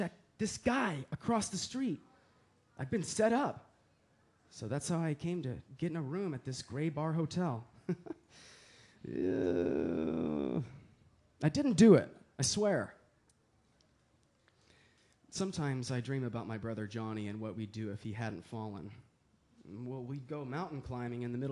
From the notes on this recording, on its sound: an intimate series of plays performed before live audiences